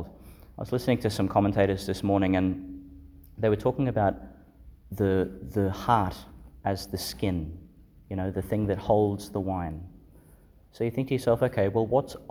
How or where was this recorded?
large echoing room